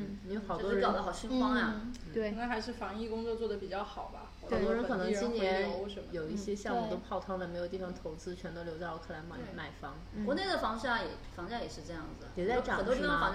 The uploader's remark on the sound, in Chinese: 本期因收音设备开小差，音质或有些许瑕疵